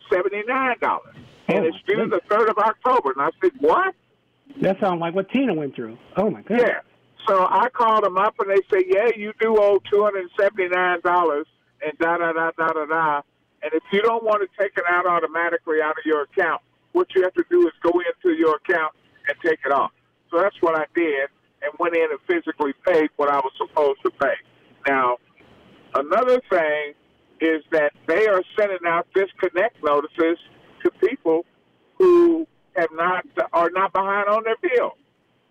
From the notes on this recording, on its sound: Community Connection Was Live With a Full Show Of Open Lines!